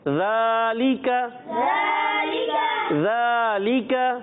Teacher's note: राल पर खड़ा जबर है एक अलिफ खींचना है लाम और काफ को नहीं खींचना क्योंकि उन पर हरकत है तो इनको नहीं खींचेंगे ठीक है लाम और काफ को नहीं